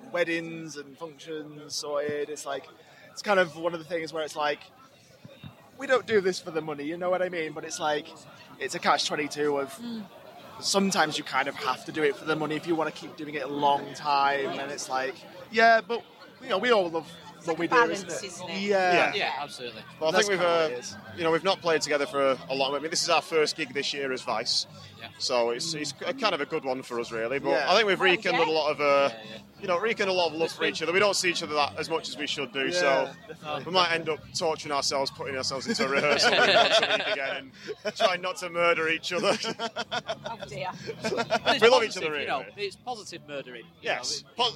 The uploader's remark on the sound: chat with us at Bloodstock